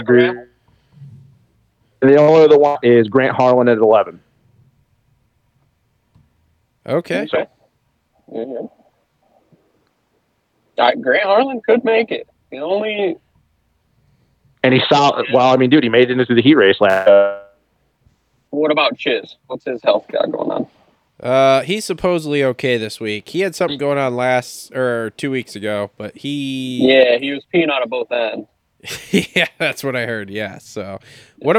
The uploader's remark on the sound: The guys get on the phone